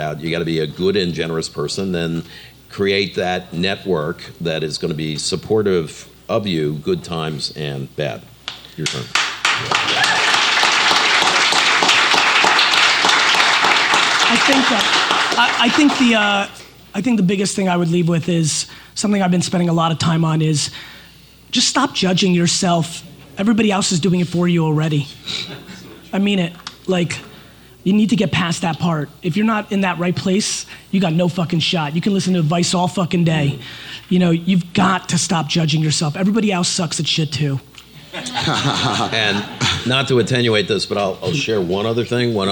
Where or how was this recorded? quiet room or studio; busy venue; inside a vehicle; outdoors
busy venue